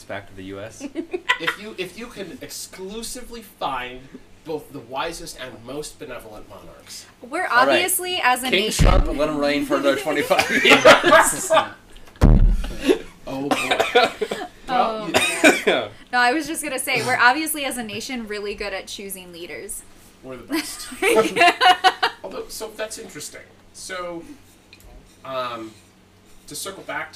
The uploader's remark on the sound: We have a special guest, so sorry if the audio isn't as good only using one microphone made it a bit difficult.